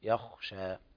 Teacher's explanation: الخاء تفخم المرتبة الثانية يخشى